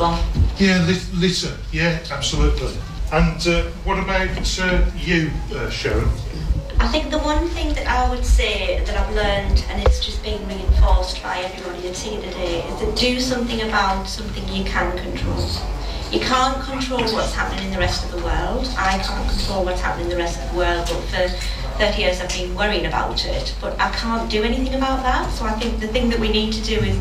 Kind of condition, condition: setting, large echoing room